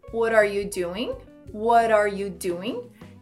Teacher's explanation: Esse T do what acaba virando um R de what are para what are.